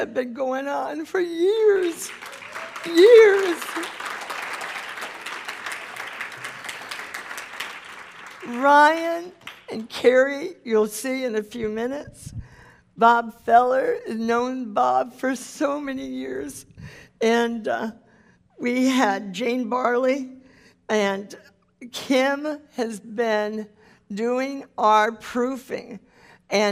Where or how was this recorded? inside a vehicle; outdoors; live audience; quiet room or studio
live audience